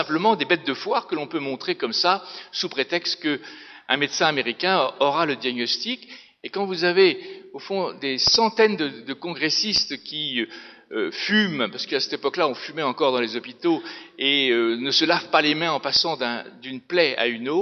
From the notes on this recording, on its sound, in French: Intervention enregistrée le 7 novembre 2012 dans le cadre du colloque « Les collections anatomiques : de la connaissance à la mise en valeur ».